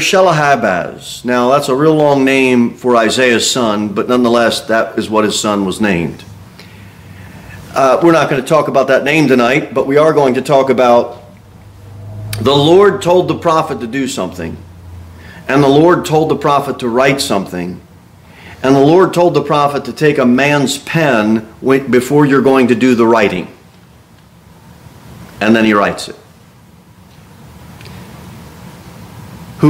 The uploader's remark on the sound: Sermon delivered at Pilgrim Baptist Church. A bible-believing, independent Baptist church.